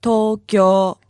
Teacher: And remember, guys, hold the two O's